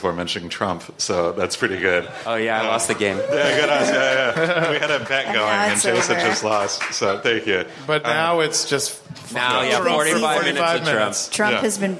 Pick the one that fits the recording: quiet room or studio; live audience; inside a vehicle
live audience